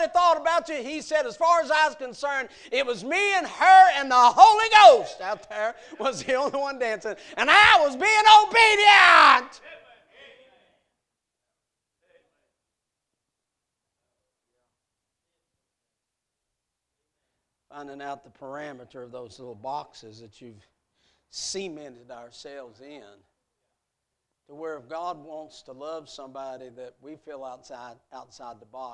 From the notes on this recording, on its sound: A message preached at Crossroads Baptist Church Youth Meeting on Friday night